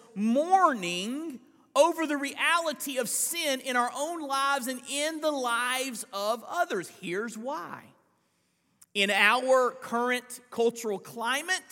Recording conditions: large echoing room